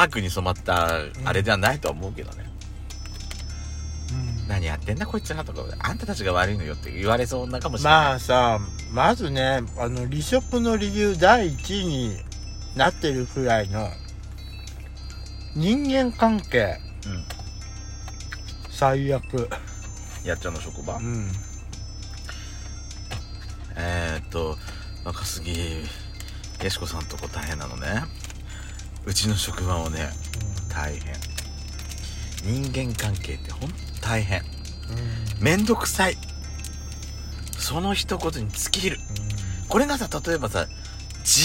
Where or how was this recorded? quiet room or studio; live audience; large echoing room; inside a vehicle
inside a vehicle